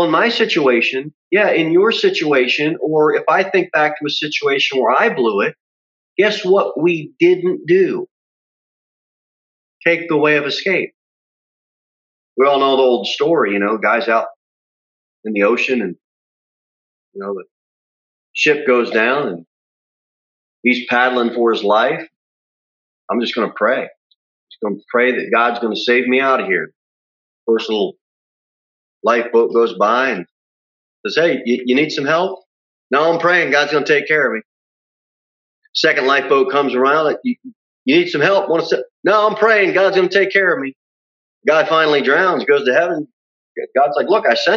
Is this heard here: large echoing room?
yes